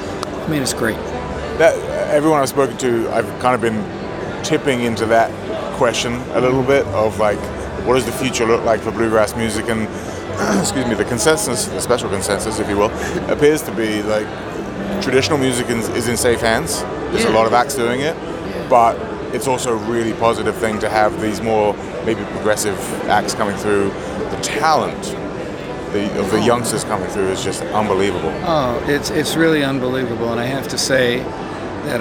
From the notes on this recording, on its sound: Live From IBMA 2022.